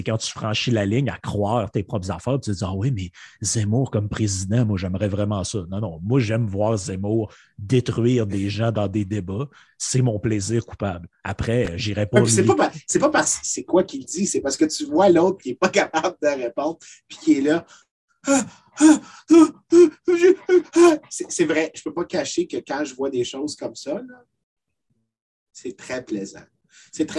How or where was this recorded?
video call